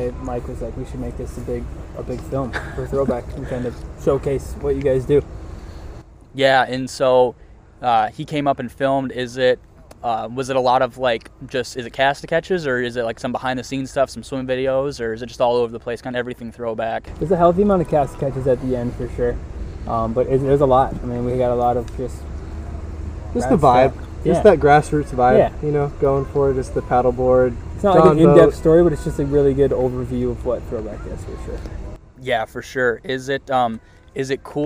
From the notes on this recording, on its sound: Sitting down with me at the Swimbait Universe gathering.